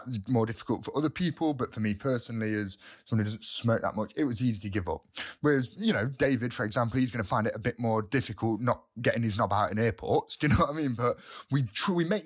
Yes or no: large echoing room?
no